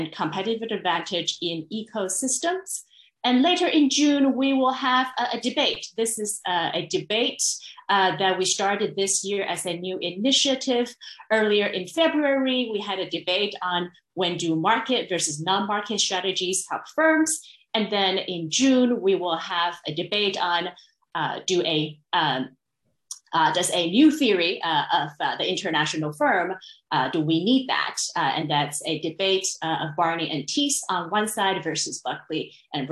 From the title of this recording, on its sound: STR Virtual Symposium